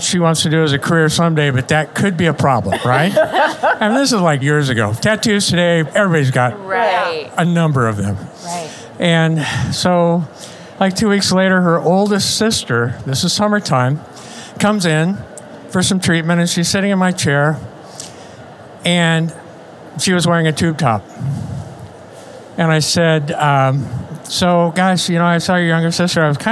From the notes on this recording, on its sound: In this special Halloween episode, taped live at SmileCon 2023 in Orlando.